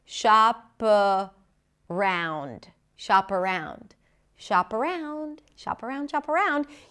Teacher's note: The P becomes the beginning of the next word, and you know why, because the next word starts with a vowel